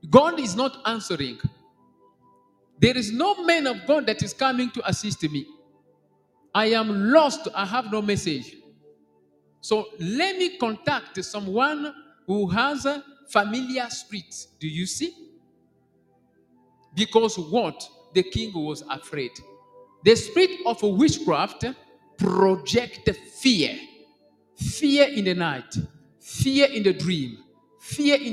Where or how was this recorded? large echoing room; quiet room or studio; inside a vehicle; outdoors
large echoing room